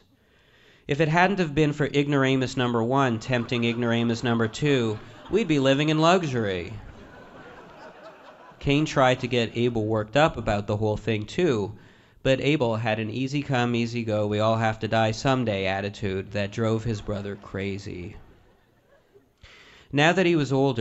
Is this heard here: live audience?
yes